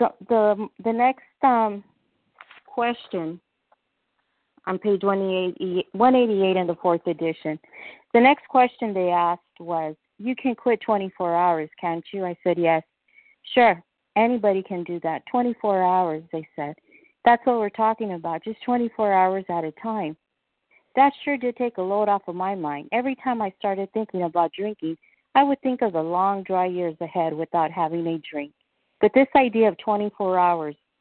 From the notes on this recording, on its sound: 100 Pounders Phone Meeting